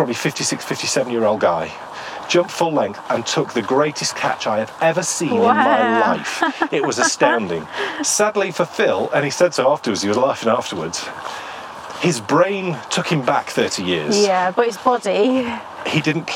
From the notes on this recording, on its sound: in todays show we try and identify some of the wonderful trees that line our walking route